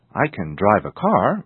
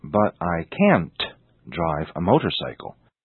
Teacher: People say, I can drive a car, but I can't drive a motorcycle.The difference between can and can't is in stress. Can is not stressed. The verb after it is. Can't is stressed. The verb after it is not.